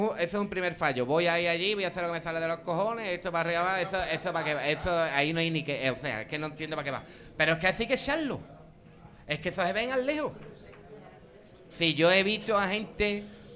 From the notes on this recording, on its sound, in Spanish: Semana Santa 2023 en Chiclana realizado en directo desde laTasca el 22.